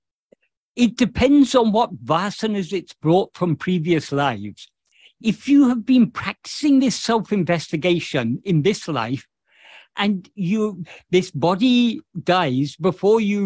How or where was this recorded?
video call